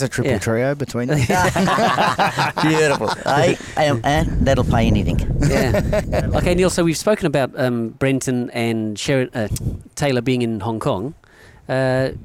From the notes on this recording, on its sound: This episode was recorded at Mosman Rowers.